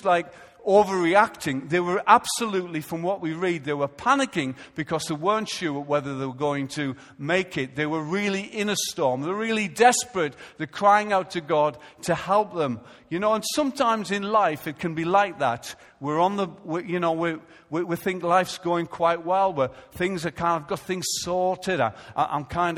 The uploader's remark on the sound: Recorded live at Life Church on Sunday 18th October 2015.